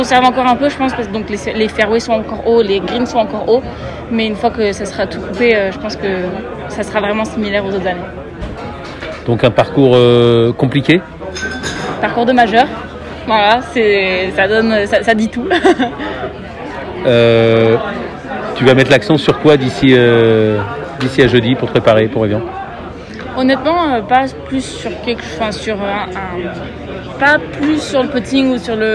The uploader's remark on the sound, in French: Cette semaine émission spéciale en direct de l'Evian Championship.